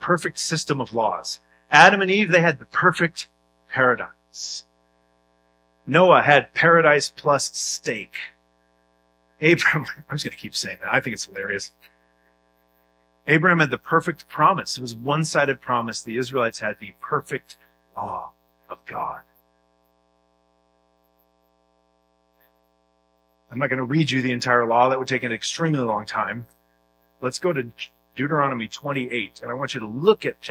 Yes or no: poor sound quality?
yes